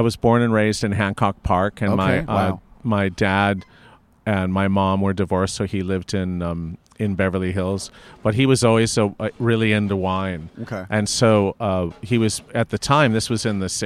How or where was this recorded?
busy venue